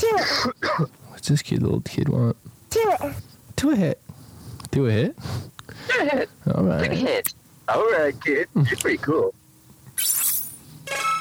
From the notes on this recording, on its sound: Now here's 2 seperate Phone calls.